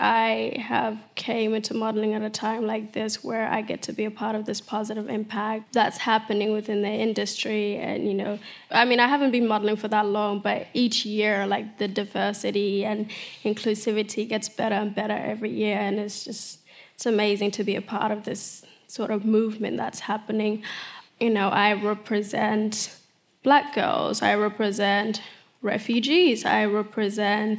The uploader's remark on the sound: on stage at BoF VOICES in 2018